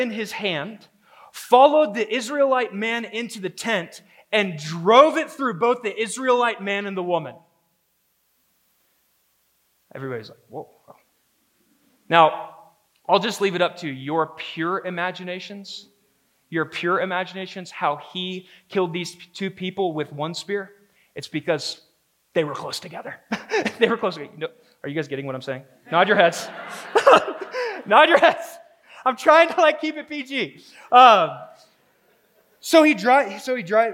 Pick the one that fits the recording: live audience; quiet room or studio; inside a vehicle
live audience